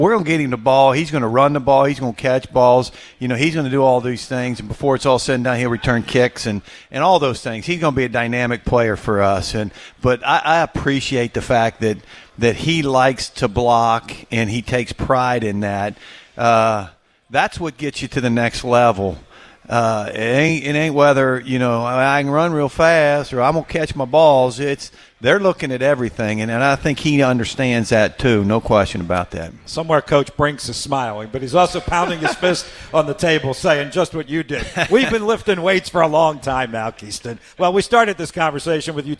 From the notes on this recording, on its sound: from our new radio show home, Buz and Ned's Real Barbecue on West Broad Street.